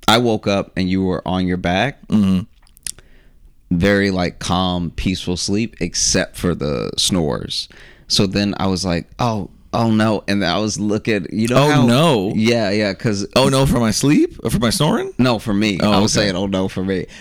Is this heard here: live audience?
no